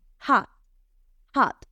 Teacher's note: pero es verdad que no se pronuncia como si fuera una O, hot, sino que es una mezcla entre A y O